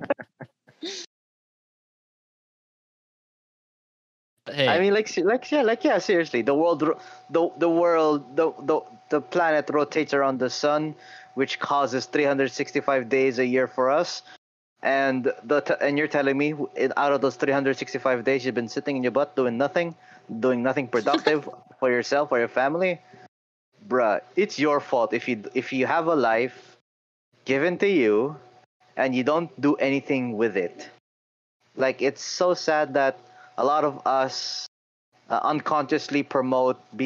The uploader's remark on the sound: Due to fluctuating signals at the time recording of the video did affect the quality of the voices, apologies I could not fix it at post.